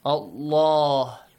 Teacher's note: the lam in the word Allah must be pronounced heavily.